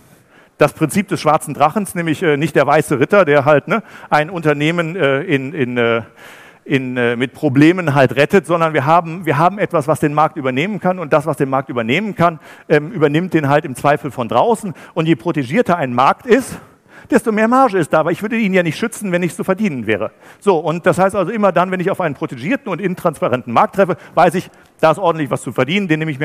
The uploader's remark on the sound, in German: Beim Digital Commerce Day für einen anderen Speaker eingesprungen und hat einen denkwürdigen Vortrag zum Ende des Großhandels gehalten.